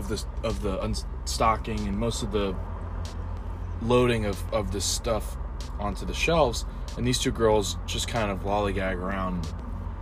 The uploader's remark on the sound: I sit in my car on my lunch break and eat my lunch